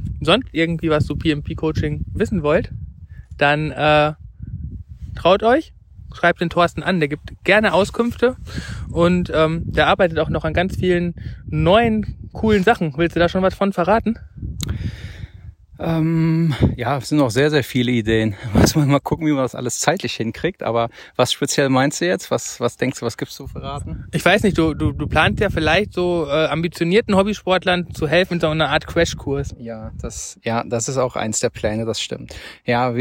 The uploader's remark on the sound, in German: während unserer Wanderung auf dem Ahrsteig aufgezeichnet